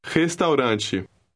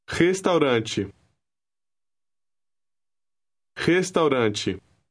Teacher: Notice that the R at the beginning of the word sounds like a hard H.